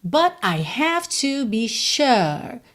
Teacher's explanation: Poderia ser but I, mas ele preferiu dar essa pausa, essa cortada no som.